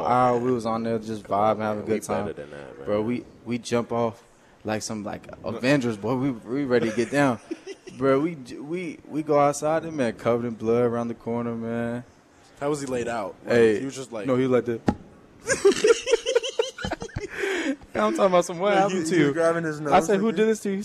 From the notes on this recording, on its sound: Live from Daq Shack!